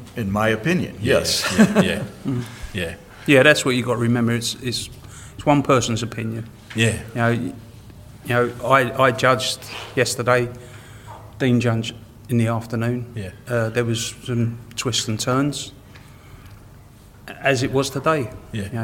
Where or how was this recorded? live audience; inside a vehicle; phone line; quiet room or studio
live audience